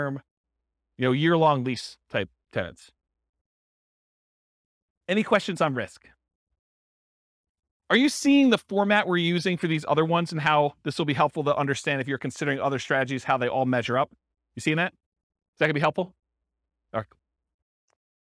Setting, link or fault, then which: setting, live audience